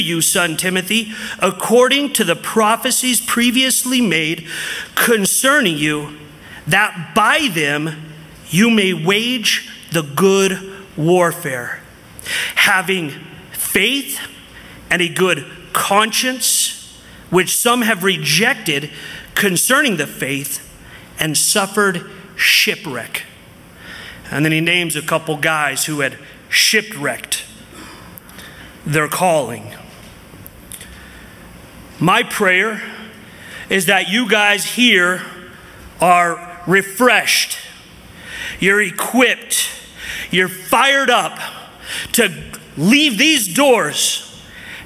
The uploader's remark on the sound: from the 2023 Southwest Men's Conference